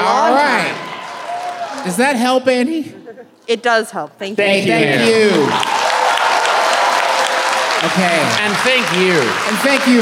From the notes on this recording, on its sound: the 2022 live shows, from the Orpheum Theater in Minneapolis!